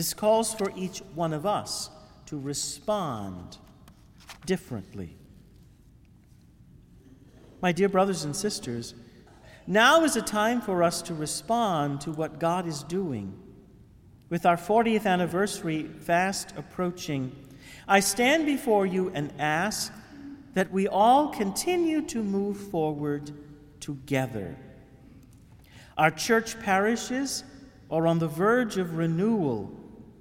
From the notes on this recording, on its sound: Homily for the Holy Thursday Chrism Mass given at the Cathedral of St Francis de Sales in Houma.